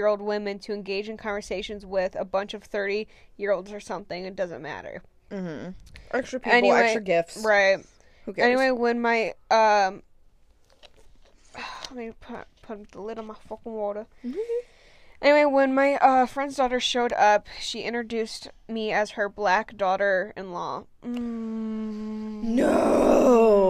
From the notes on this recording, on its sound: mouth noises (we hungry)